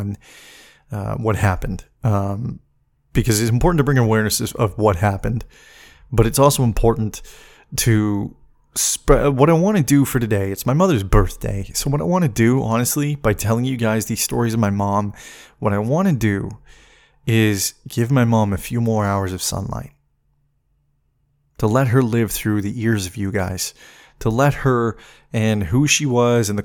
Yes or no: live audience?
no